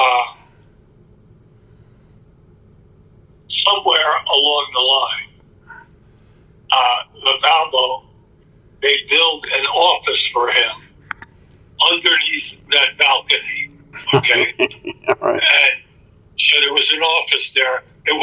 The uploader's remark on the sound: This interview was done via the phone a few years back.